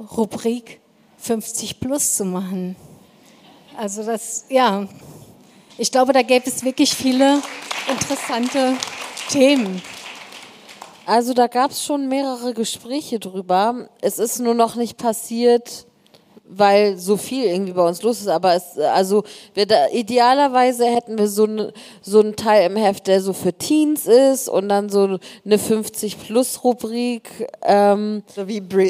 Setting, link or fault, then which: setting, busy venue